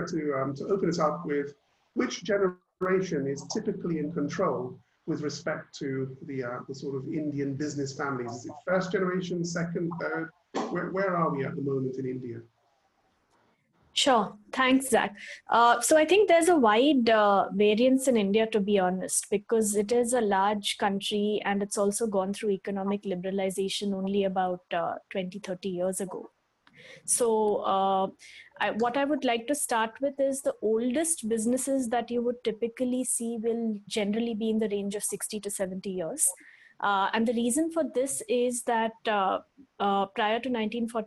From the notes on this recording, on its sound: Webinar audio recording dated 2 Sep 2020.